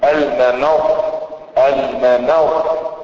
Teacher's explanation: الميم الأولى رقيقة والثانية مفخمة قليلا للمجاورة، لأن بعدها راء مفخمة